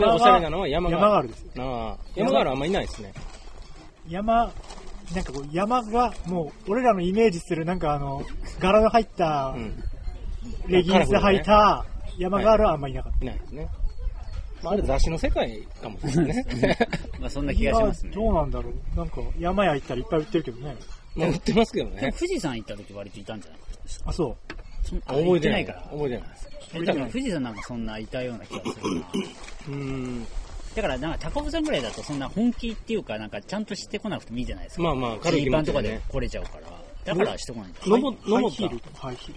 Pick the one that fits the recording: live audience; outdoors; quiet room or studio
outdoors